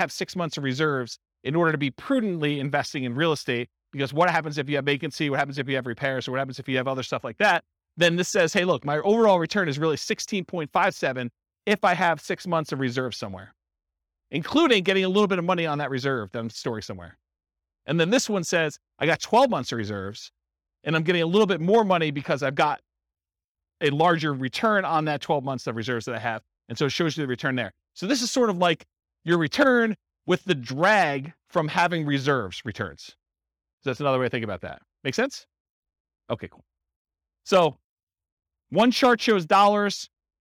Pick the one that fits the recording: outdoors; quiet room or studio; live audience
live audience